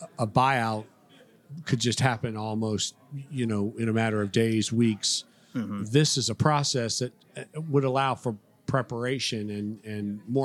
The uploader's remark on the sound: Recorded at this year’s annual Florida Economic Development Council Conference hosted at Sheraton Orlando Lake Buena Vista Resort. This and the following segments were recorded at this year’s annual Florida Economic Development Council Conference hosted at Sheraton Orlando Lake Buena Vista Resort.